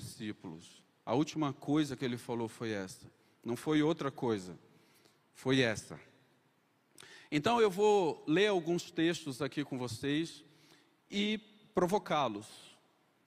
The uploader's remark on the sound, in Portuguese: Conferência Missionária 2023 da Igreja Presbiteriana da Penha. Culto AO VIVO Igreja Presbiteriana da Penha. Rua Major Rudge, 145, Penha - São Paulo.